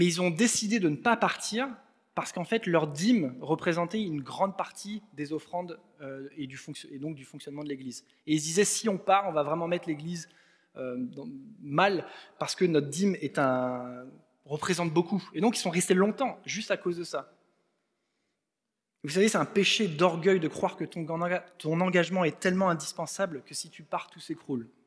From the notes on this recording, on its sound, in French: Enregistré à l'église CVV